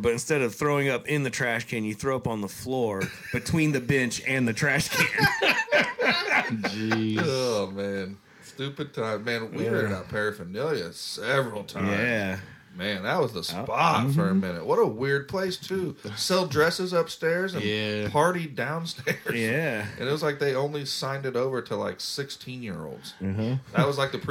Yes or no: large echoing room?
no